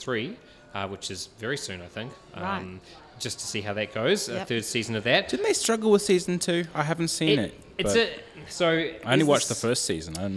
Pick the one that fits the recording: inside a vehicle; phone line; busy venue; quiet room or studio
busy venue